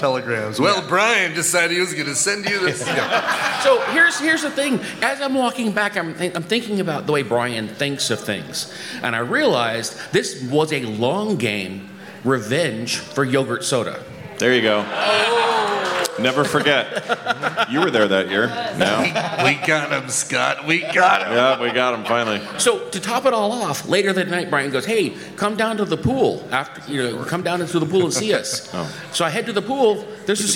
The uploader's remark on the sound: TMS live from Viva TMS Vegas 2023